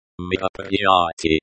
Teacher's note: The I sound is like the I in machine. The stress is on the fourth syllable.